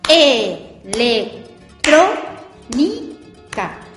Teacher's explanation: suena más fuerte en la antepenúltima sílaba. Entonces, es una palabra esdrújula.